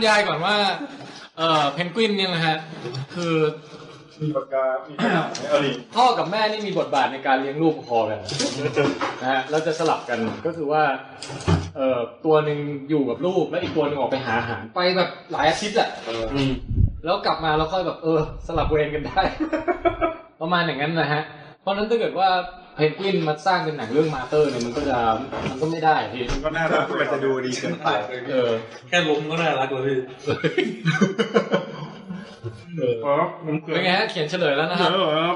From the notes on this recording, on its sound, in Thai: EP นี้อัดเสียงไม่ค่อยดีเท่าไหร่นะฮะ พอดีเครื่องอัดแบตหมดกลางคัน เลยได้แต่ใช้ไฟล์ที่ดูดจาก Live video.